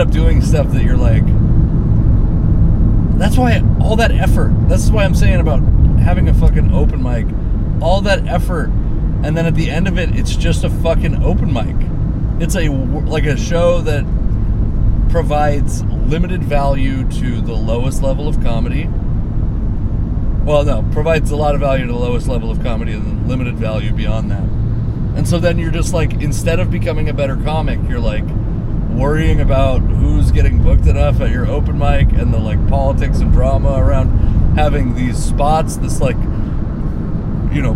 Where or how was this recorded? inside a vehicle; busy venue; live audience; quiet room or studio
inside a vehicle